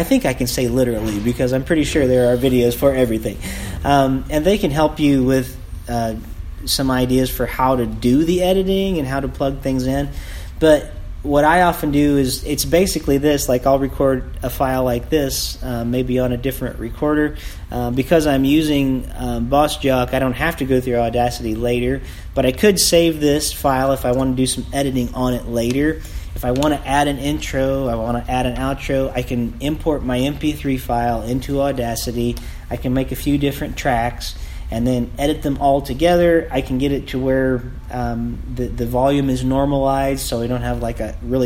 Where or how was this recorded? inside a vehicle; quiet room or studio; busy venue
busy venue